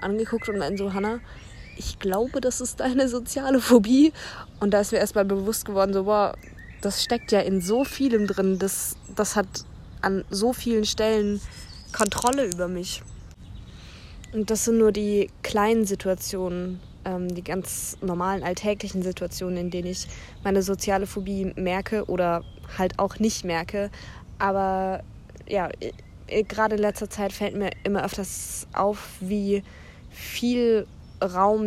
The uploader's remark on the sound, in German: Da ich die Folge in einem Zelt aufgenommen habe, gibt es ein paar Hintergrundgeräusche